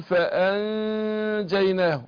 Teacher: يعني الغن هنا مرققة لأن النون ساكنة بعدها الجيم من حروف الخمستاشر الإخفاء، وفي نفس الوقت حرف مستفل مرقق